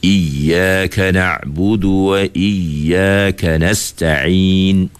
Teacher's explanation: Menekan sedikit suara pada huruf waw dan ya yang bersabdu. · Term: an-nabr